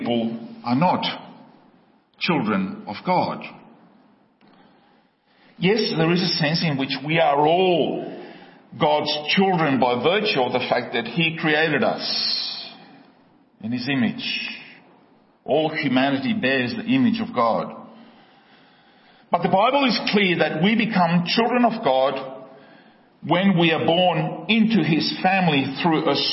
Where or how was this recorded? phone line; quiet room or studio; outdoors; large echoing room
large echoing room